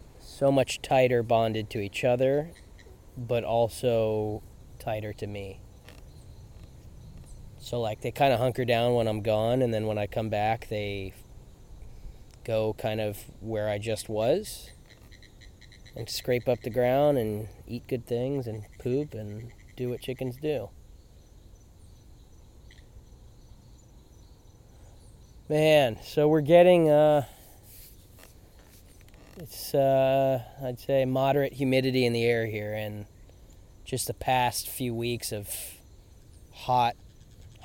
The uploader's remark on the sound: Field Recording